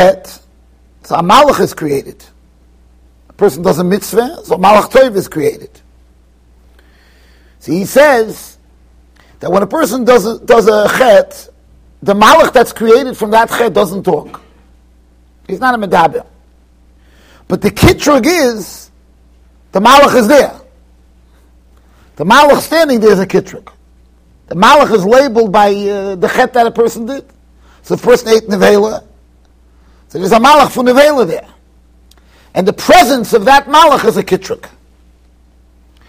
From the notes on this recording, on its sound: Shiur recorded in Yeshivas Ohr Reuven, Monsey NY.